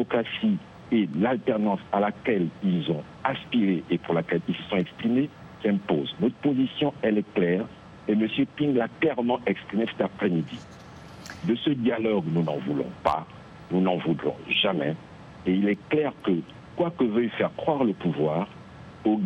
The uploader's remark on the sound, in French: Nos experts répondent à vos questions en direct, via des Live Remote, Skype, et par téléphone de Dakar à Johannesburg, en passant par le Caire, New York, Paris et Londres. Cette émission est diffusée en direct par satellite à l’intention des stations de télévision et radio partenaires de la VOA en Afrique francophone.